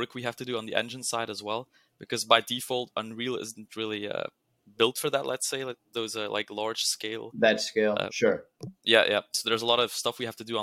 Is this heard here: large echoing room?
no